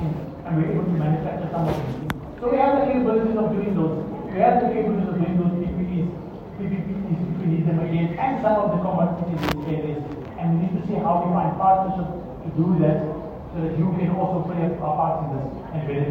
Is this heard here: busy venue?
yes